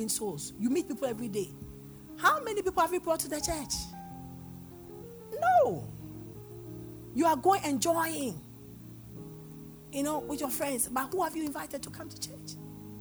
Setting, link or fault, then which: setting, large echoing room